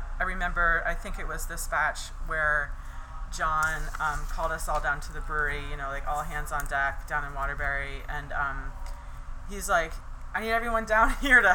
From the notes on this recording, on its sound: The Alchemist which has its main location in Stowe, VT. I had the pleasure of interviewing her on location at the brewery.